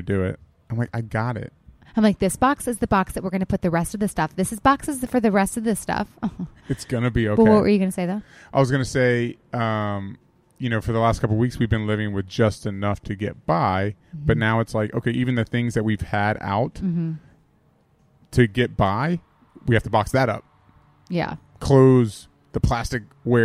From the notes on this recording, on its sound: Live from Wango Tango! Back stage at iHeartRadio’s Wango Tango!